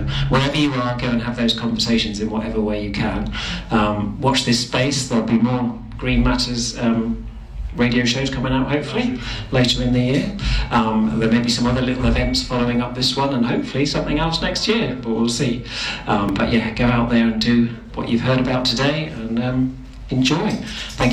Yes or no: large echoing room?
yes